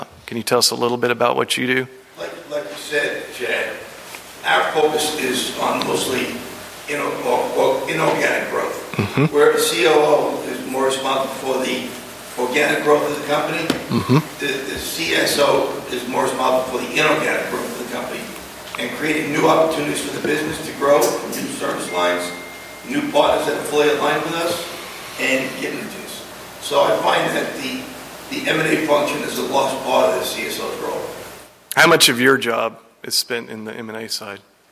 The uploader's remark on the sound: breakout session from the 2022 ElevateAEC conference